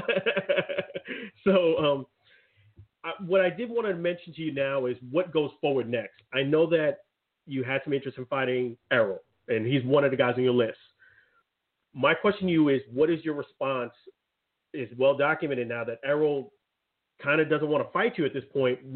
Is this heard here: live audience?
no